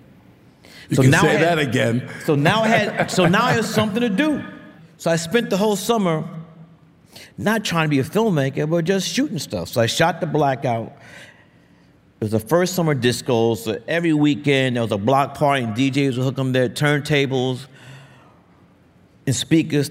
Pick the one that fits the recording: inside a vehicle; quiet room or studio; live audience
live audience